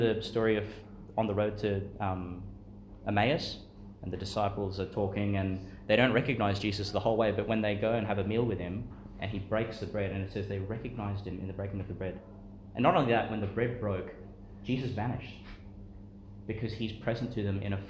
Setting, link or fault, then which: setting, large echoing room